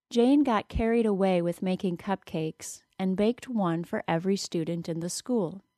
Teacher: In that sentence, the words carried and away were both stressed. It was easy to do so because we had the unstressed syllable of the word carry before the stressed syllable of the word away.